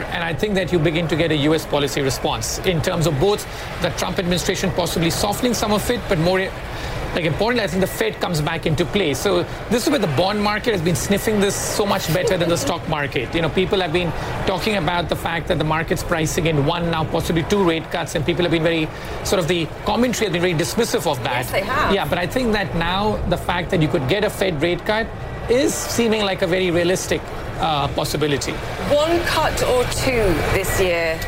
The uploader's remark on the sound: live from the New York Stock Exchange